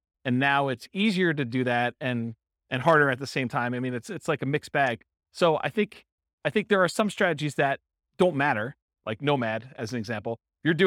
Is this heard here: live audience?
yes